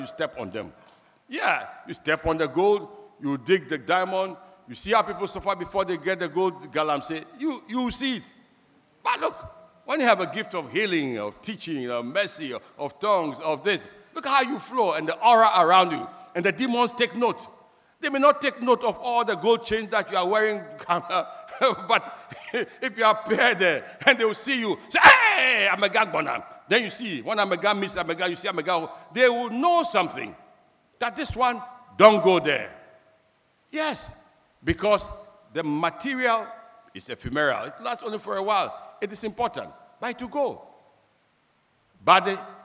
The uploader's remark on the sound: Sermon preached at CBC Shiashie Campus